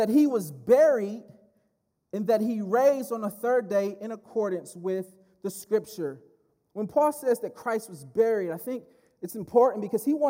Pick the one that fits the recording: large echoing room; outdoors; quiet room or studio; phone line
large echoing room